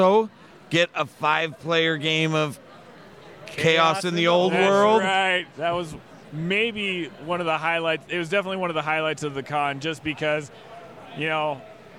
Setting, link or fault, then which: setting, busy venue